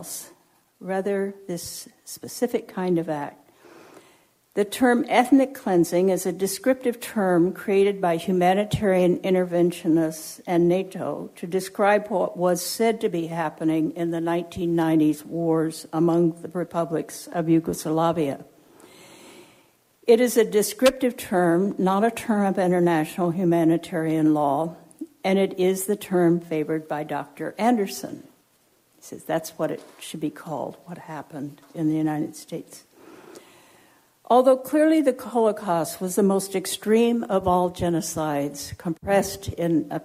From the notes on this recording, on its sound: Recorded at Simon Fraser University.